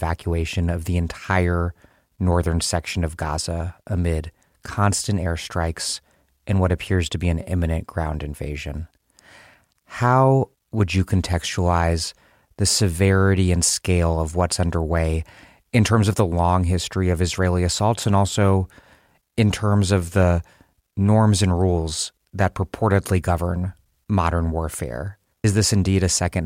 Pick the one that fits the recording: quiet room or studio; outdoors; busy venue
quiet room or studio